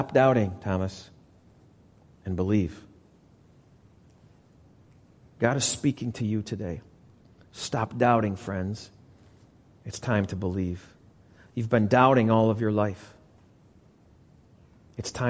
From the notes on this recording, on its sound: Recorded live at the Alabama Full Gospel Fellowship church.